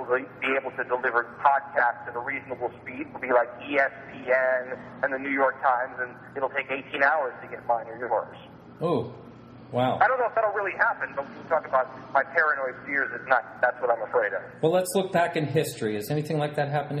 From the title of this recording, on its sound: Phone Guest